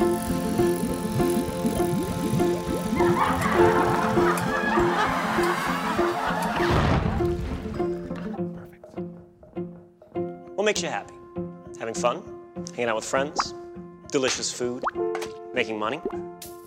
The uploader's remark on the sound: BioHacking Congress Lecture. Live from Las Vegas, Nevada at the BioHacking Congress.